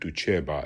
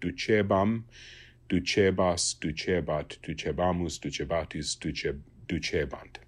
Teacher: The short E can lengthen to a long E.